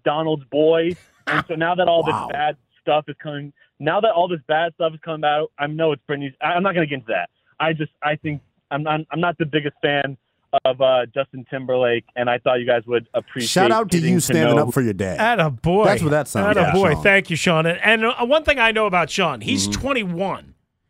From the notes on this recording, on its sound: Call lines open up.